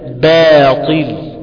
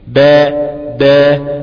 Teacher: الباء مرققة قولا واحدا باطل، والألف المادية بعدها كمان مرققة